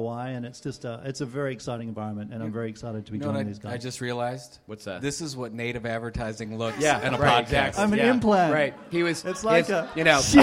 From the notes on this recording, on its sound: Live from Content Marketing World Sydney. Live from Content Marketing World in Sydney, Australia.